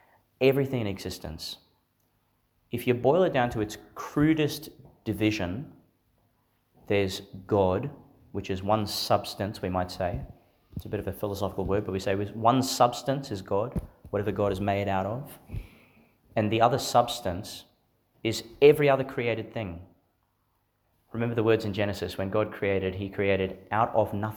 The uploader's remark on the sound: delivered in St Therese's Church, Monto, Qld.